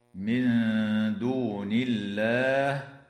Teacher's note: الساكنة عند الدال مع الغنة مرققة في قوله تعالى من دون، وترقق اللام في اسم الله لوقوعها بعد كسرة